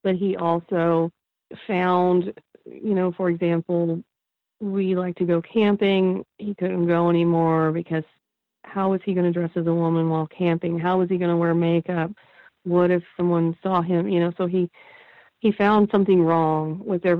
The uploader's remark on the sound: I spoke with her over the phone from her home in the Midwest.